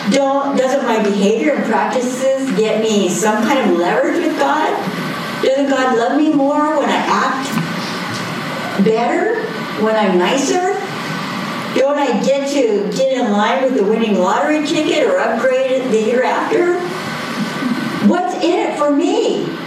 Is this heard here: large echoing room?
yes